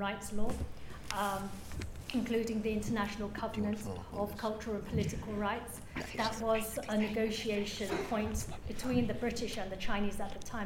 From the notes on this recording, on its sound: Talk recorded at event Wednesday 23 October: 6:00pm - 7:30pm St John's College Fisher Building, St John’s Street, CB2 1TP.